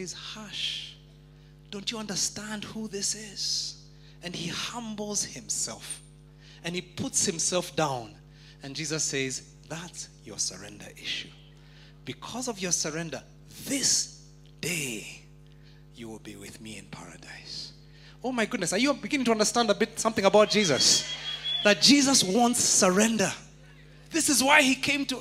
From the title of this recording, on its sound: Preached At Worship Harvest Church, Nairobi Camp